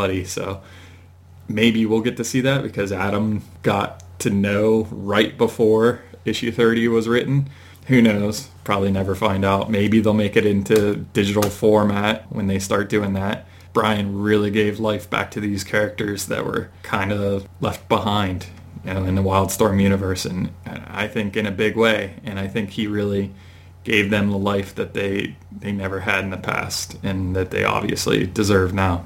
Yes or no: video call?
no